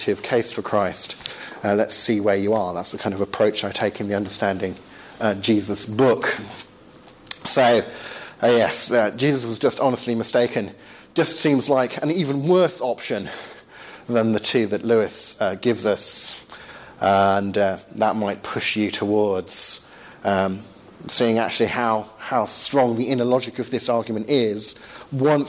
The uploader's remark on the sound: Second part of a lecture delivered at St. Michael's College, Cardiff.